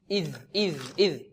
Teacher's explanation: الذال من أين تخرج؟ طرف اللسان مع طرف الثنايا العليا